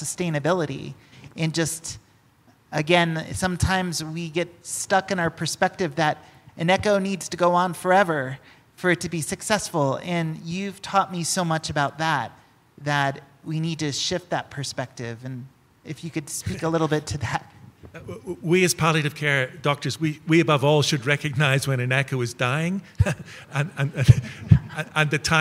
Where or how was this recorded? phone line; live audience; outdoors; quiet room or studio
live audience